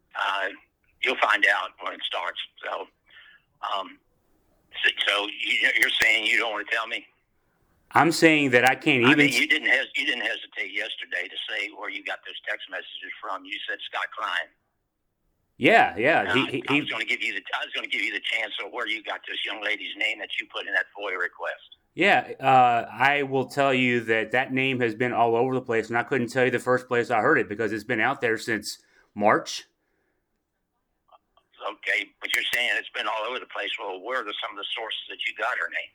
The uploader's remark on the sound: 11-minute, 59-second phone call